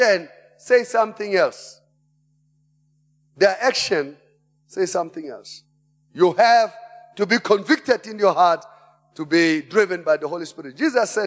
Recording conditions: large echoing room